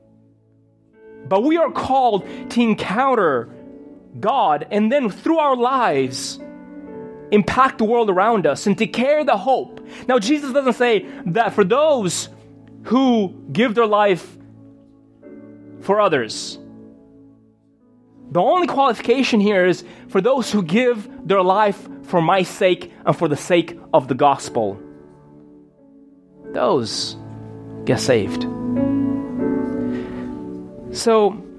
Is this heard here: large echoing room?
yes